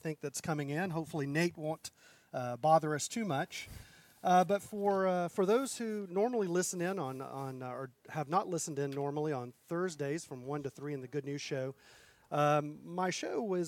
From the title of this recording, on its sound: Special LIVE interview at Lobsterfest 2017